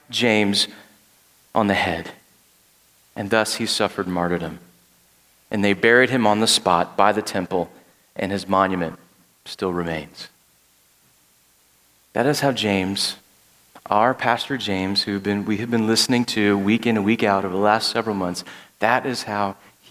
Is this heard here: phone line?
no